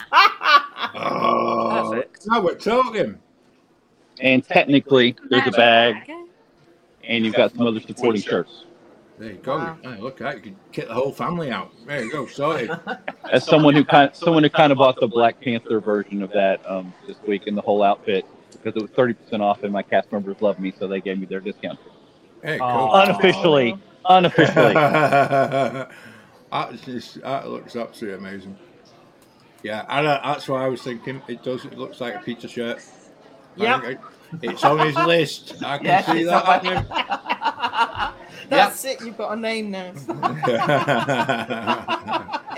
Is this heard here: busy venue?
yes